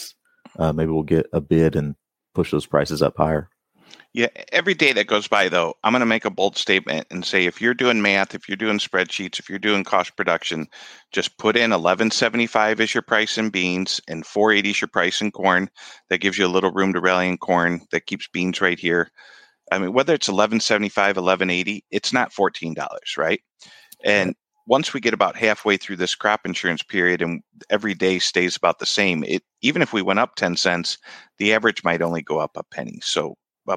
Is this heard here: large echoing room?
no